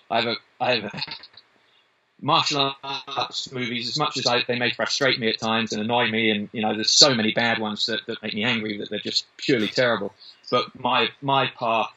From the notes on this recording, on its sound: In a live link between London, UK and Los Angeles, California we talked via a tough Skype wi fi link